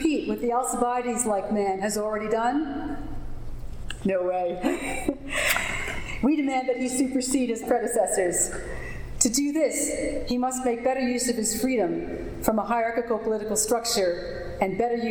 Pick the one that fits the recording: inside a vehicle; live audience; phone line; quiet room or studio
live audience